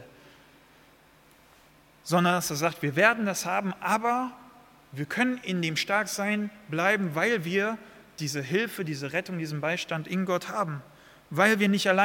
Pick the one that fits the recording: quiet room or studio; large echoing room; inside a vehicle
large echoing room